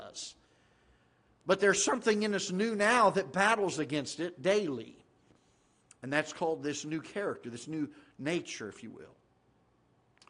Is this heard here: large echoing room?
yes